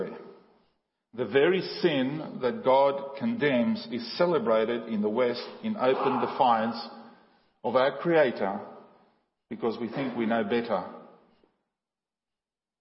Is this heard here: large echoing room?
yes